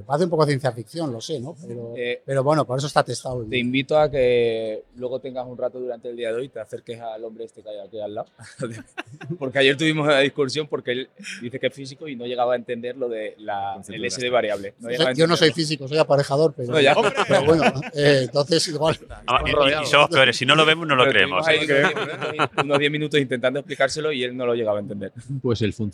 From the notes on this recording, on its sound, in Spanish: Entrevistas que gravamos en la pasada Conferencia Española del Passivhaus en Valencia.